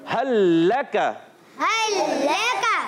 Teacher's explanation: पहला लाम दूसरे लाम में मिल जाता है और इसी वजह से लाम पर तशदीद भी है · Term: इदगाम